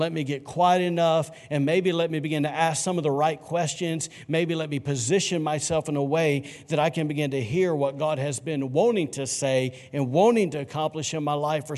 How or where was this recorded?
large echoing room